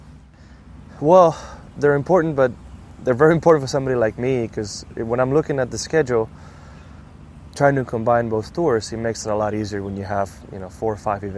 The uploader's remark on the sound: continues to broadcast live at the RSM Classic from Sea Island, GA